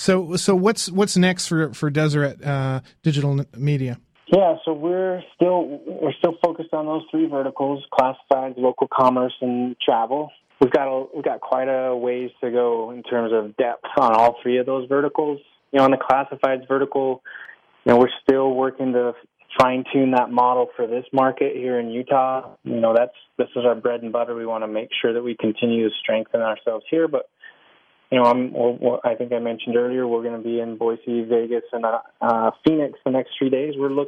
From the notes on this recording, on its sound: A follow-up phone interview to a recent podcast.